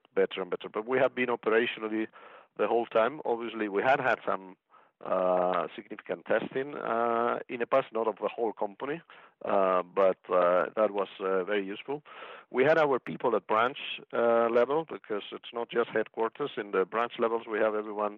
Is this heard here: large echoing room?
no